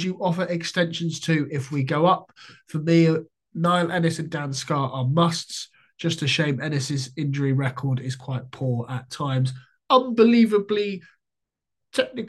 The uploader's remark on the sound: on a zoom call